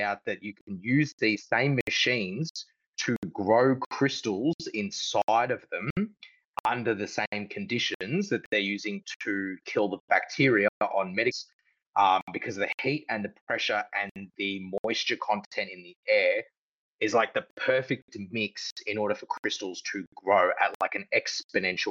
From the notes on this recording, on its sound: The idea being to test out how community engagement on a live platform would perform, while providing active conversational engagement from the listeners outside of written comments. Think of it as a Coast to Coast AM style open radio show. Admittedly the sound quality isn't the best but I feel it adds to that boots on the ground conversations we all heard back in the day with talkback radio (I will be using my regular recording set up next time around).